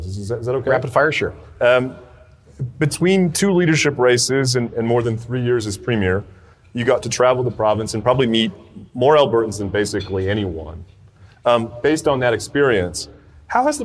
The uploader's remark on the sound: at the Canada Strong & Free Network conference in Red Deer